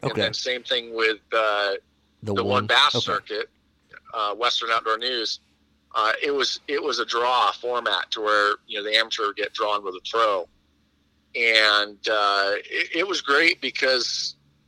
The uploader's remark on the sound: comes on via phone call